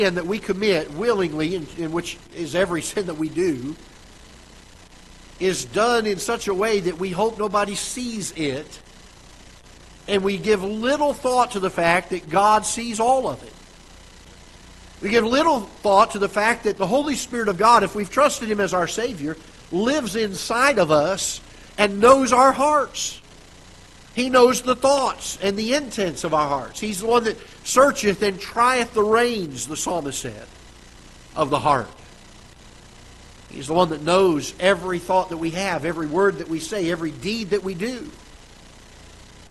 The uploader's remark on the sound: Ketha Heights Baptist Church ~ Live Broadcast